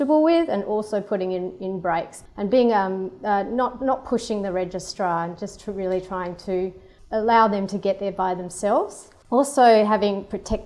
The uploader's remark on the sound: This interview was recorded in front of a live audience at the RACGP WA Open Day, Sunday 18 March.